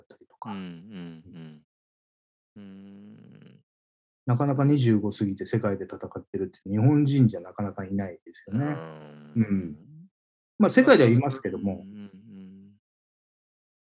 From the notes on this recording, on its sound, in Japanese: オンライン収録